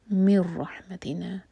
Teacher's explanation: آیا نمبر 50 وَهَبْنَا بابر قلقلہ لَهُم مِن رَحْمَتِنَا میم اور میم کا دغام میم کو ہولڈ کریں گے اور آگے ادغام بغیر غنہ کے مِن رَحْمَتِنَا تو یہاں پہ نون کا ساؤنڈ نہیں ہوگا میم کو رو سے جوڑا جائے گا